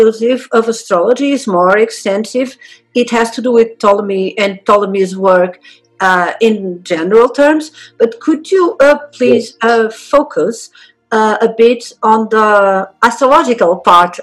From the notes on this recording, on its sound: This episode was meant to be part of the launch of the podcast, but it had some sound problems. However, because we did not want to lose such an interesting conversation we decided to enhance the sound and subtitles as much as possible and share it.